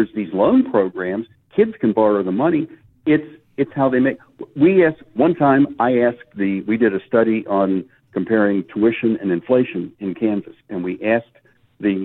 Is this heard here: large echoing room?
no